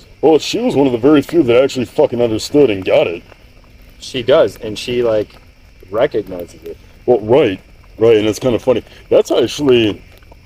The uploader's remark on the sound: This Podcast was recorded outside with some bourbon by the bonfire. This is about as uncut and raw as is it gets.